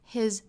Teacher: H-I-S 这个词后面的这个字母 S 应该是读浊音的